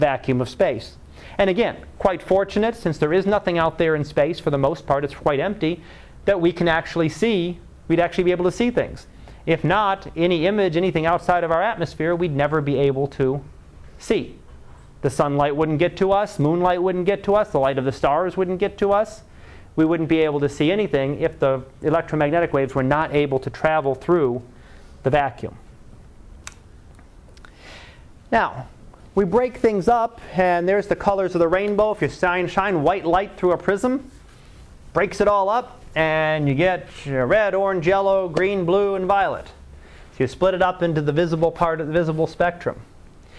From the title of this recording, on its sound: Live Class Lecture